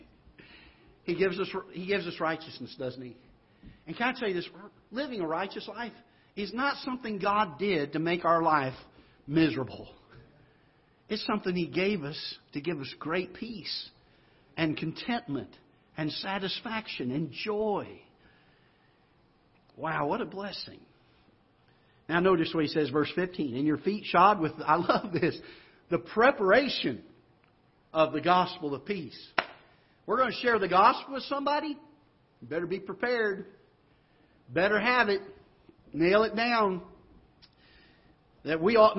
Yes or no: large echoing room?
yes